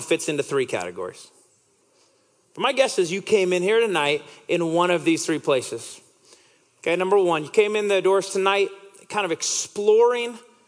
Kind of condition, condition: setting, live audience